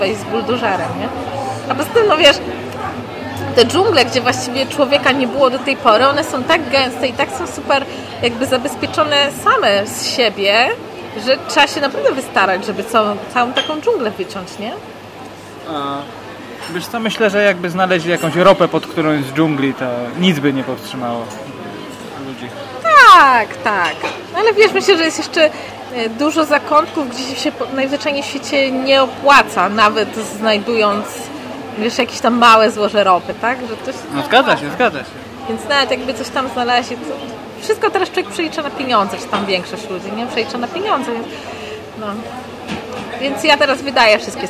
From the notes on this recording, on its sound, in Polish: Odcinek nagrany w galerii Krakowskiej z "naturalnym podkladem".